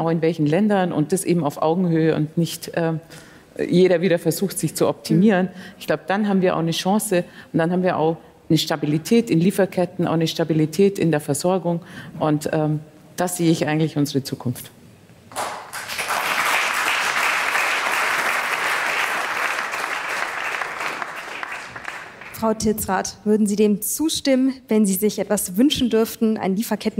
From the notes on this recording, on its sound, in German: Die Diskussionsrunde wurde auf dem Ludwig-Erhard-Gipfel aufgezeichnet.